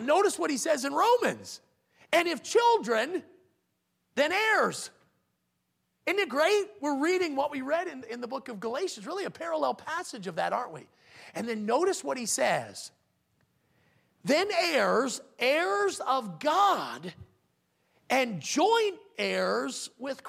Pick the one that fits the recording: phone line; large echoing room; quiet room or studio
large echoing room